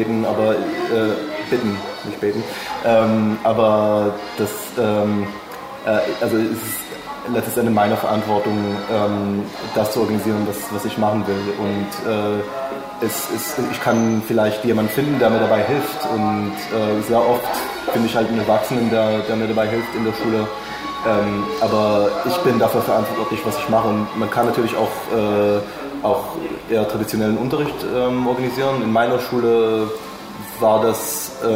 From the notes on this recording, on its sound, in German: Die Aufnahme fand in einem Café statt. Bitte entschuldigt die unvermeidlichen Hintergrundgeräusche!